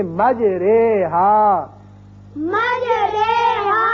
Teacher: امالہ کہتے ہیں مائل کرنے کو. جیسے یعنی زبر کو اگر زیر کی طرف مائل کیا جائے یا الف کو یا کی طرف مائل کیا جائے تو وہ جو آواز نکلتی ہے وہ درمیانی مجہول سی آواز ہوتی ہے. اب قرآن پاک میں ایک ایسا لفظ ہے، اصل میں یہ ہے مجراہا، اور یہاں امالے کا قاعدہ یہ ہے کہ ہم زبر کو زیر کی طرف مائل کر کے پڑھیں گے.